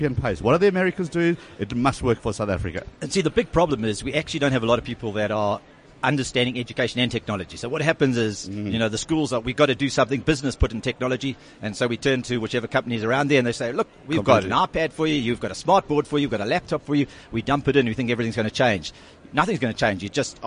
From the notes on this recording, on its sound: At the MyWorld of Tomorrow expo and conference.